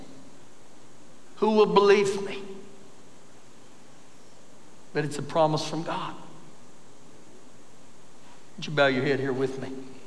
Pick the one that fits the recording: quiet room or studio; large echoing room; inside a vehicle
large echoing room